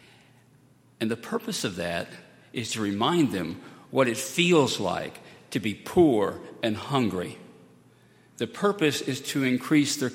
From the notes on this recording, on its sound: at Highland Baptist Church